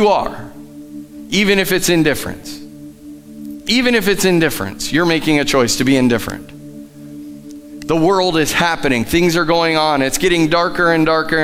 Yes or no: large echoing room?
yes